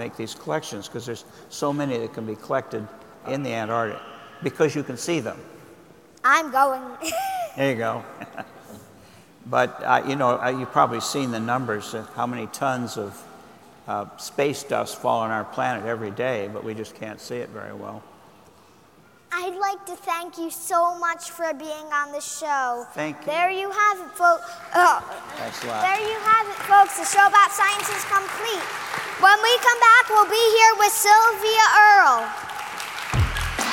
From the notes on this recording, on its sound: In front of a live audience. As part of the Coal+Ice Festival in San Francisco.